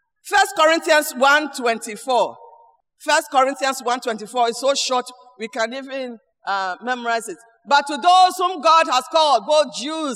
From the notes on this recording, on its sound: Sermon preached at CBC Shiashie Campus.